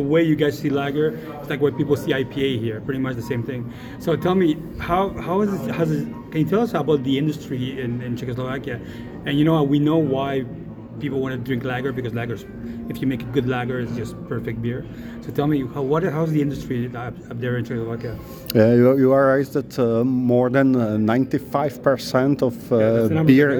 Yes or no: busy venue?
yes